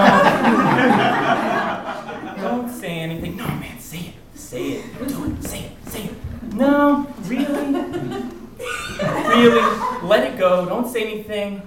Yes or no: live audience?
yes